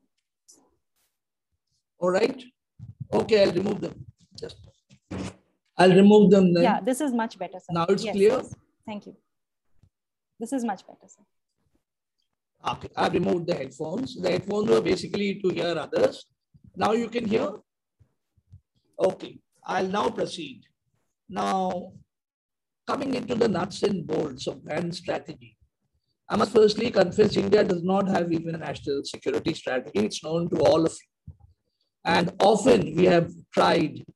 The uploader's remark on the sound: Zoom and Facebook Live